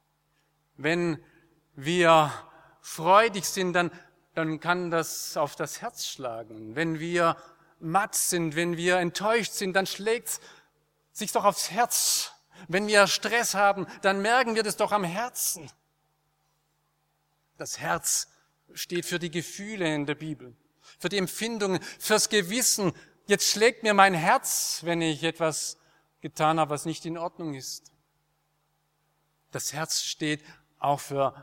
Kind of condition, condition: setting, large echoing room